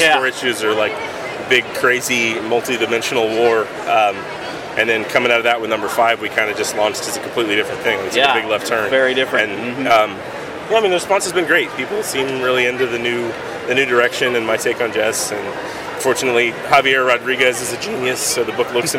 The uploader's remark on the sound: Lots of audio to share from the first Kansas City Comic Convention last weekend. Take you on a tour of some of the booths.